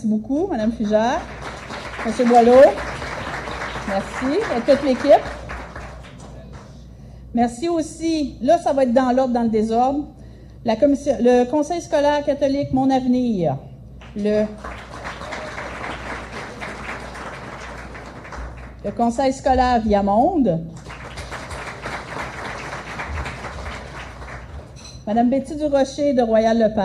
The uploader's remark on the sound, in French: En direct du Gala de l'Association des Francophones de la Région de York (AFRY).